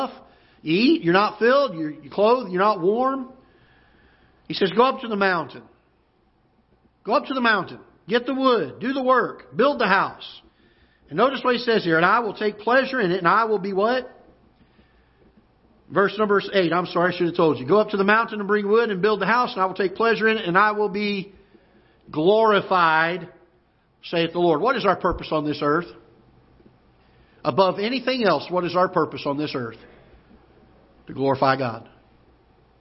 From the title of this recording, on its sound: Ketha Heights Baptist Church ~ Live Broadcast